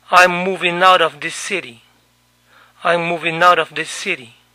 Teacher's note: La G final de moving no se pronunció. La T final de out sonó como nuestra R.